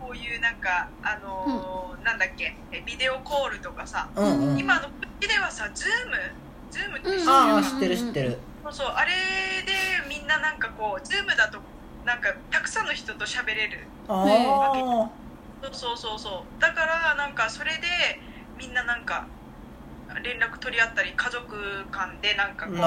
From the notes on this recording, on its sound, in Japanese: LINE電話でのやりとりなので、声が遅れたり音質が悪いことがありますので、ご了承ください。